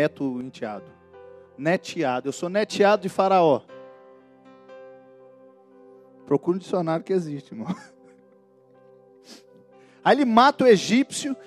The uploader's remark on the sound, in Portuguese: Gravado em: 01 de Fevereiro de 2020 no culto de celebração na Igreja Batista da Paz em BH